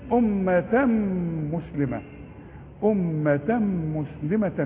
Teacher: التنوين اللي بعده ميم ادغام كامل بغنة